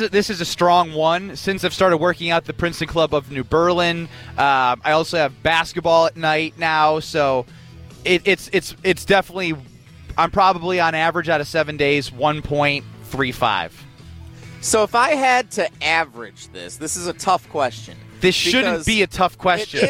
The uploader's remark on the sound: Live from the Putts for Pups Golf Outing at Blackhawk country club.